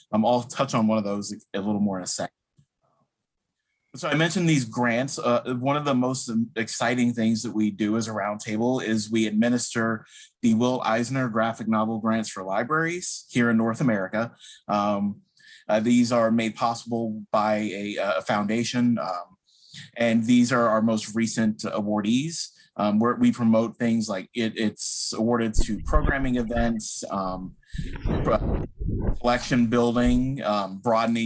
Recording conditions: video call